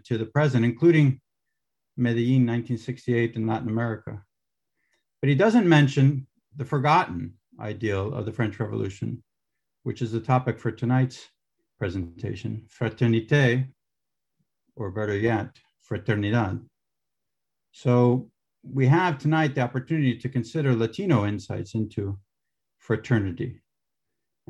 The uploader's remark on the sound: A webinar lecture. As part of a webinar series on Hispanic Theology, presented by the Lumen Christi Institute.